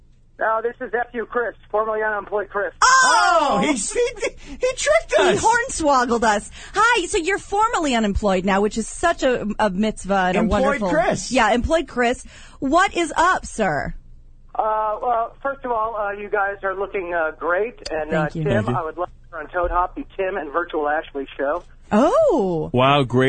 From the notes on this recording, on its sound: Your live calls and tweets!